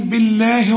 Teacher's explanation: البه مكسورة يبقى لفظ الجلالة هنا مرقق